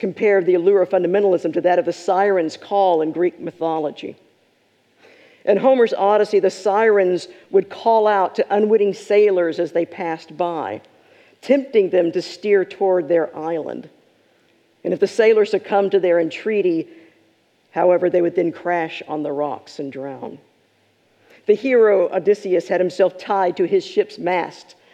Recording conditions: large echoing room